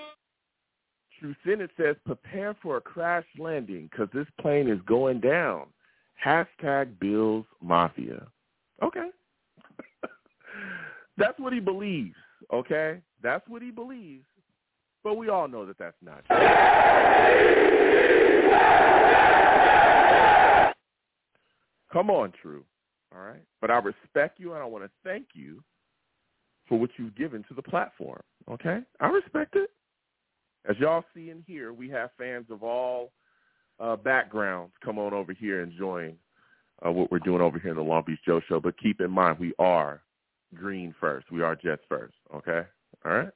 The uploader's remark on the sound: Tonight, live at 7pm eastern. I take live calls!